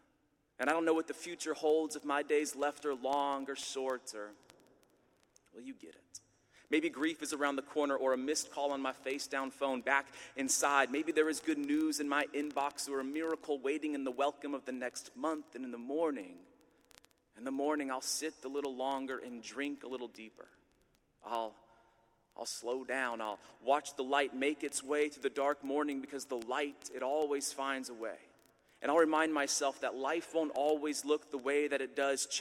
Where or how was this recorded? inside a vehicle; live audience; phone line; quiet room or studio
live audience